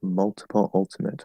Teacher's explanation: Um, so, well, in multiple and ultimate, multiple, ultimate, um, mul- multiple, multiple. The way that I say these two words is actually probably more of an L colored schwa, um, which is that horseshoe shape, or the, I think it's the Omega symbol.